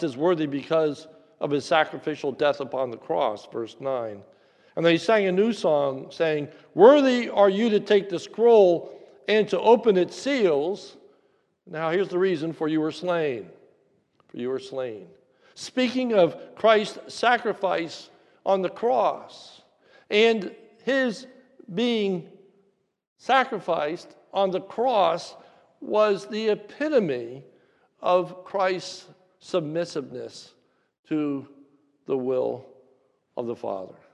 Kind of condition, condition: setting, large echoing room